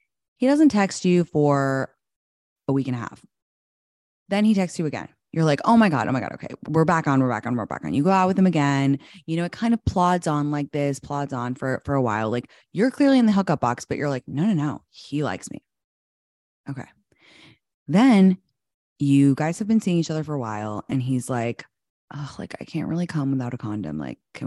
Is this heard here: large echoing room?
no